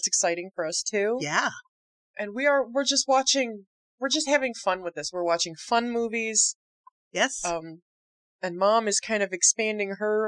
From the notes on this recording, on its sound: We had faux Rabbit Stew and hella technical difficulties.